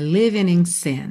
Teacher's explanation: indicando que aquele G final do ING não seria pronunciado